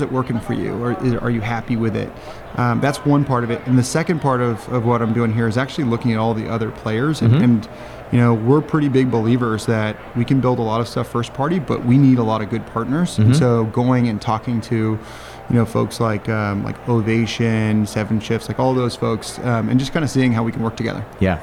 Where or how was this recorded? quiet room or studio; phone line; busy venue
busy venue